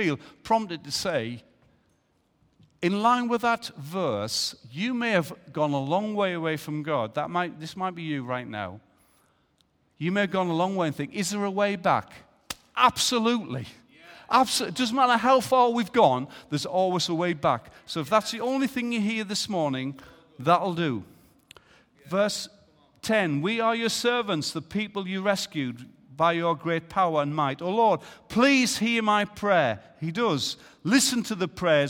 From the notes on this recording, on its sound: Recorded live at Life Church on Sunday 14th January 2018.